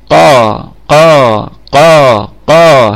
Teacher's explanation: القاف في أعلى درجات التفخيم لأنها مفتوحة وبعدها ألف